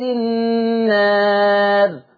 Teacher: سكون الراء لاجل الوقف لا يؤثر على تقليل الالف الماديه